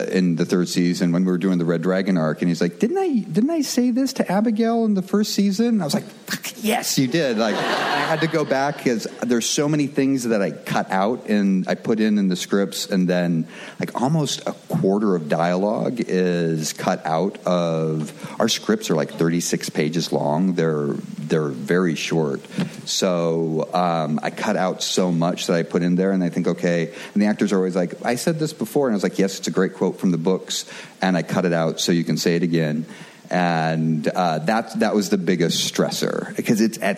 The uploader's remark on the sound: From ATX Television Festival. Recorded June 6, 2015 at ATX.